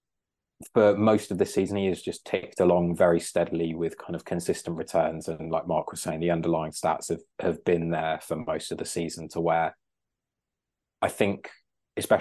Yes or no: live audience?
no